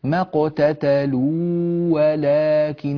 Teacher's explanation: لماذا هذا المد الطويل؟ هذا زائد عن القدر الصحيح